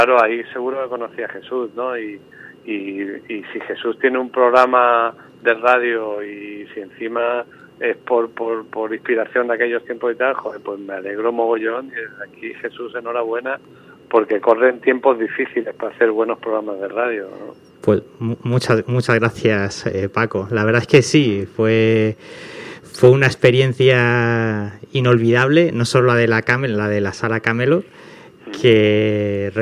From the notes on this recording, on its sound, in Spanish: por teléfono